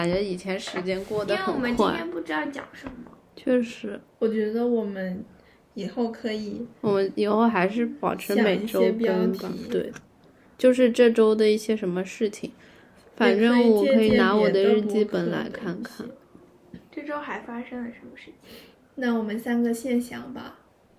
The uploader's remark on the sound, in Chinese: 今天录制的条件不是很好，风特别猖狂，声音也有点忽大忽小